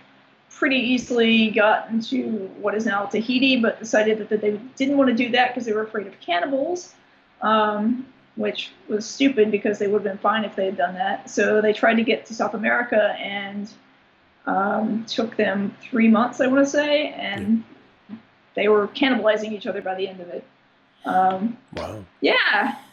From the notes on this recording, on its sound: Fires up Skype and calls sunny New York.